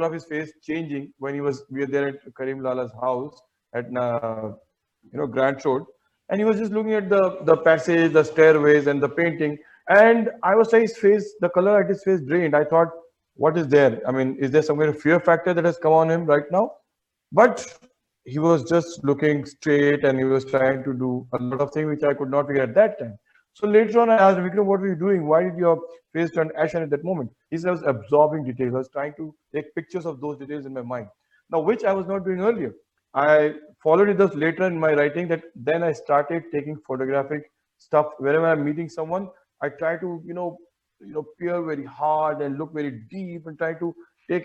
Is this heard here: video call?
yes